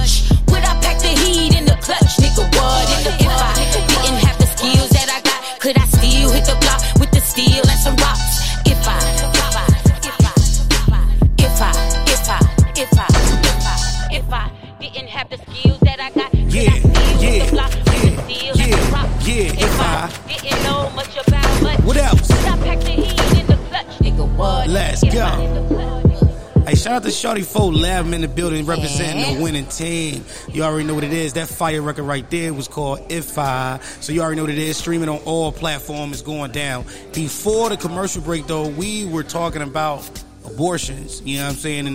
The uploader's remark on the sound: Live from {BRUCE'S SPORTS BLOCK & LOUNGE}.